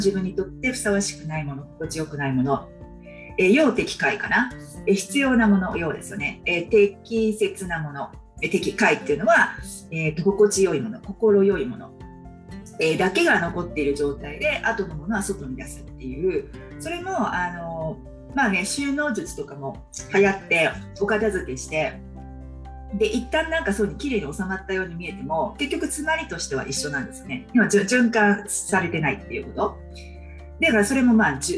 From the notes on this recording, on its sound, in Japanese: 今回はインスタライブの収録を編集して二回に分け。